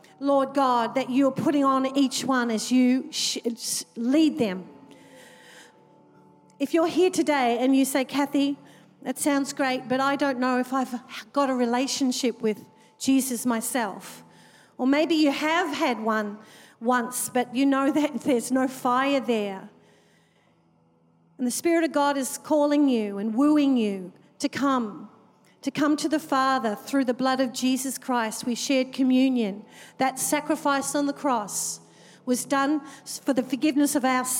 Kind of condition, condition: setting, large echoing room